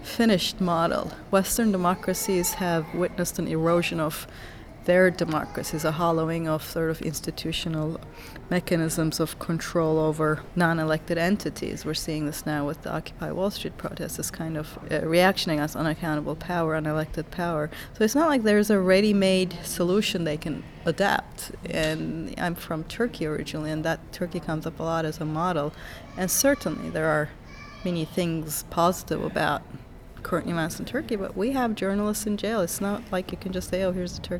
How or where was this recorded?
busy venue